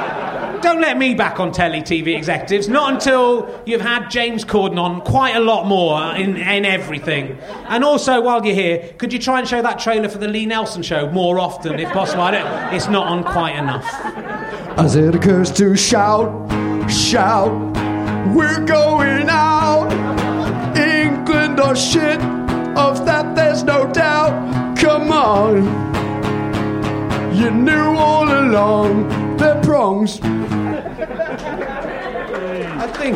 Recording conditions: live audience